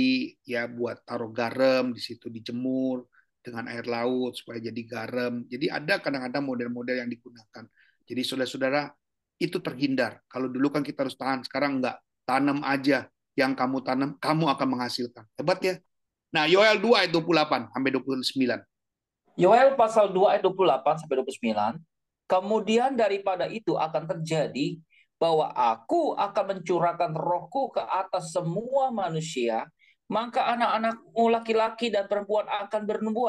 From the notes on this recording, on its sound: Audio Zoominar.